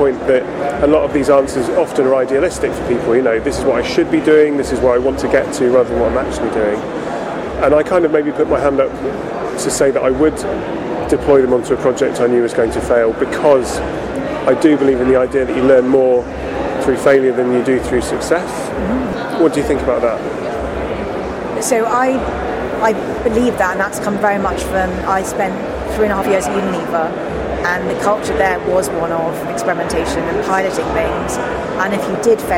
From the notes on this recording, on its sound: Interviews from Paris. This day two interview from the Paris show.